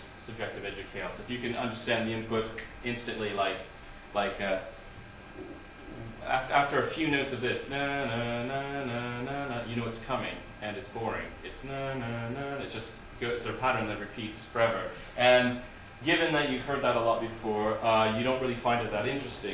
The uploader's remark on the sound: This is a lecture I gave at Goldsmiths College in London on May 16th 2006 as part of a Workshop on Computational Models of Creativity in the Arts .